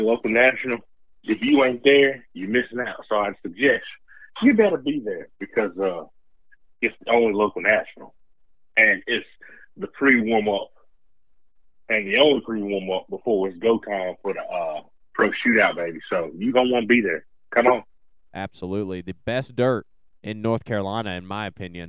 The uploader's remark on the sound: have a call in from FirePower Honda 250SX East Riders